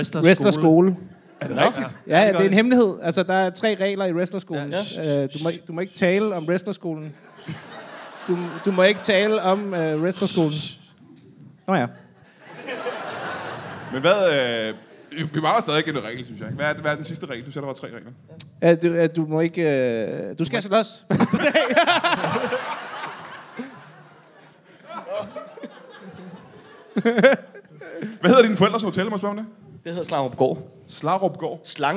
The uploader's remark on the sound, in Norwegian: LIVE fra Comedy Zoo.